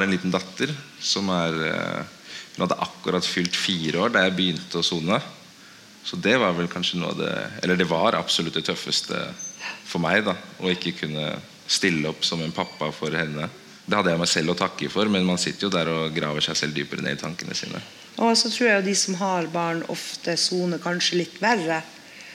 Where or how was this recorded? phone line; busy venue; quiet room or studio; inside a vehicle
busy venue